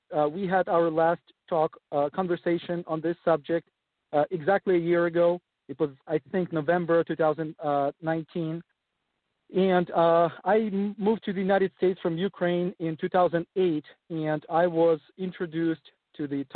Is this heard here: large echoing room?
no